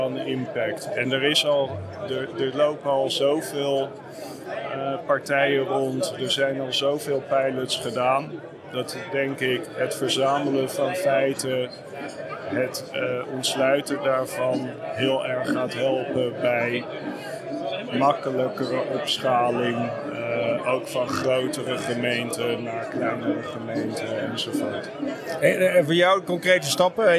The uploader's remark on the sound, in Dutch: Live vanaf de RAI Mobility Shift